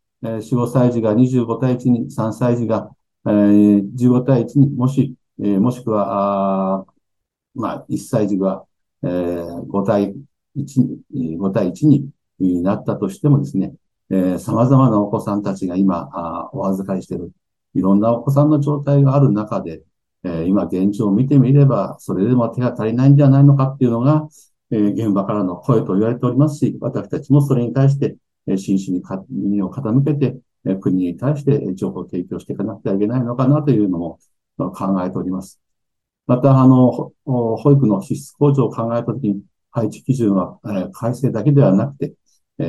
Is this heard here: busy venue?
no